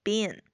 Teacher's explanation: been 呢经常在美音中读作这个中间的这个元音呢，就是介于这个短音 a 和这个小口 a 之间，是比较松弛的一个发音